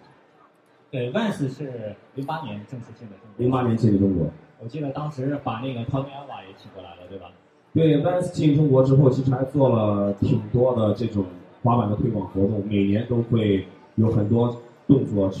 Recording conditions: busy venue